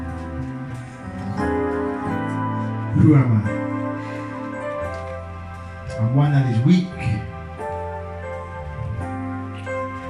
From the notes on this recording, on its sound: Youth Day at Penderford SDA Church. Sermon preached at Penderford SDA Church.